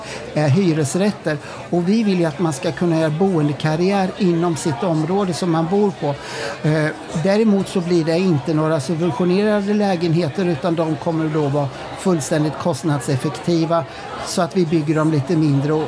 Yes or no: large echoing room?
no